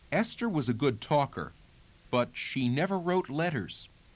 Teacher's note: dropping the R, and retaining that low front resonance toward the jaw